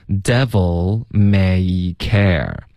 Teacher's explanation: devil 结尾的 L 的音注意别撅嘴唇 OK，是靠舌尖顶上颚的